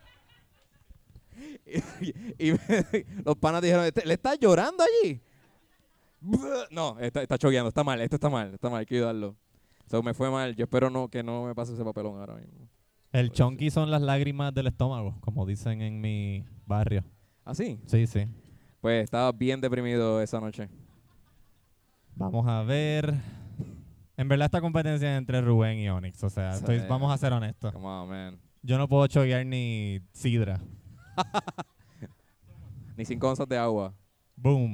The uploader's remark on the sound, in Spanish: Birra Live desde FOK Brewing Co. Nos presentamos en FOK Brewing Company en Caguas.